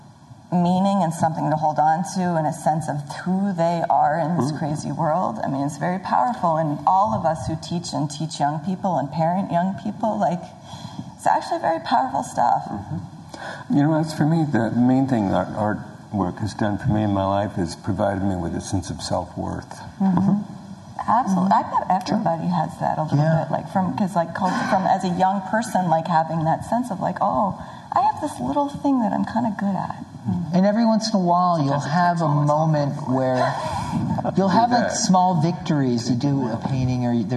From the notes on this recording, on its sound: Suggested Donation LIVE show! We have a great and lively discussion in front of an audience.